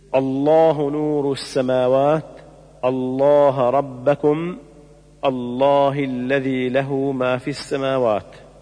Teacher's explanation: يفخم اللام في لفظ الجلالة الذي لم يسبقه كسر · Term: تفخيم اللام